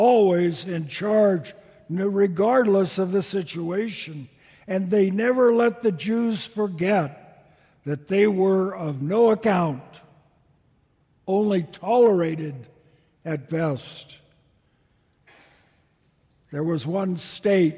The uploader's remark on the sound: Delivered during the Traditional Worship service